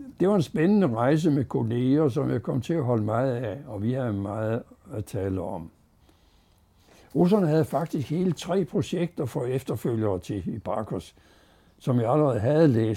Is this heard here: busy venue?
no